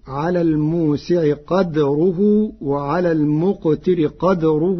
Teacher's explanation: قرأ ورش كلمتي قدره بإسكان الدال فتصير على الموسع قدره وعلى المقتر قدره متاعا.